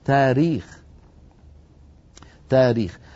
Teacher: التاريخ أصلها تأريخ، لأنه أرخ يؤرخ تأريخا، تأريخا بهمزة ساكنة، لكننا نستثقلها جميعا فنقول تاريخ · Term: تخفيف